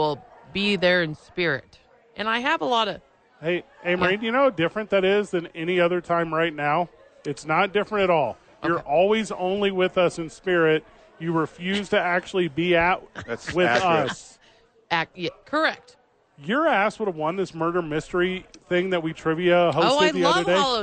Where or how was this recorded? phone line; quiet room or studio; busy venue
busy venue